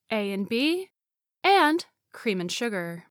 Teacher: The vowel sound in to, oo, gets reduced to another vowel sound, schwa, Want-to becomes wanta, The two t sounds drop off in fast speech, so wanta becomes wanna. In A and B, the and gets reduced to n.